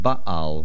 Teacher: the main accent is on the bays, and make sure you sound the ayin and that it does not sound like baal, baal.